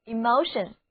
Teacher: 重音在第二个音节 emotion，首字母 E 表示出，而词根 M-O-T 的意思是动， I-O-N 是名词后缀，所以表现出感动就是 emotion，意思就是感情、情感。比方说 His voice shook withemotion， His voice shook